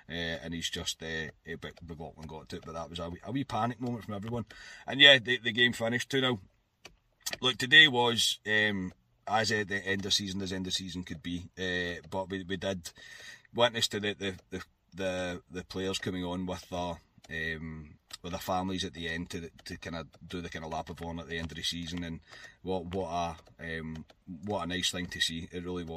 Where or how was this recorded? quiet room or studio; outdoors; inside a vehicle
inside a vehicle